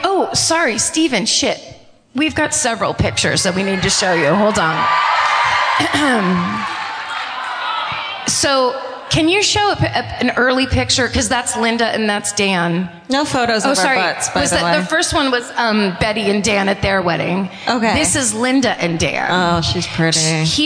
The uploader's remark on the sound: Live at the Balboa Theatre in San Diego